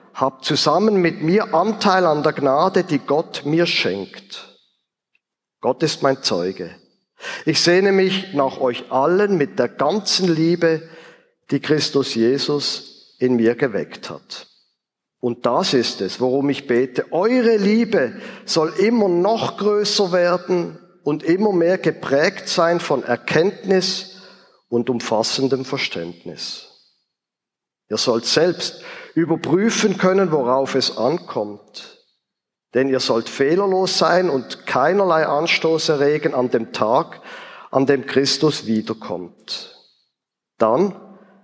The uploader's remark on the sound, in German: Ausschnitt aus dem Ziitfenschter-Gottesdienst vor der Kirchgemeinde-Versammlung